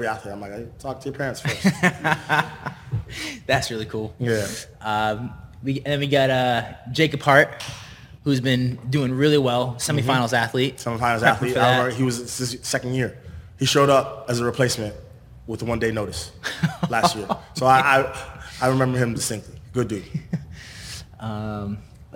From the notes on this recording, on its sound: The 2023 Invictus Boston Invitational Live Podcast. Out first live in house with a studio audience + live stream podcast. Newport Home & Drone // Lost Art Photography for the Video/ Audio Production, Drone Footage// Post Production.